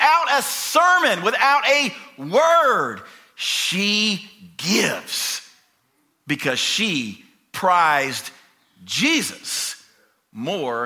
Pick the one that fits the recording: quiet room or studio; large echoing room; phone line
large echoing room